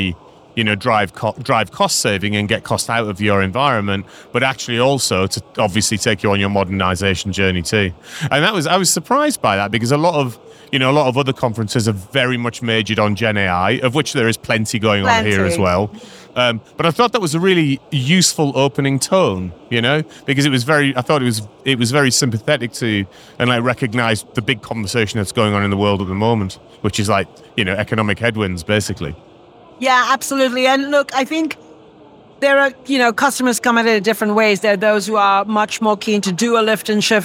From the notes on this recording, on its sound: We are live from AWS re:Invent 2023 in Las Vegas, direct from the Expo floor, with a limited series of episodes talking to AWS leaders on themes of the conference.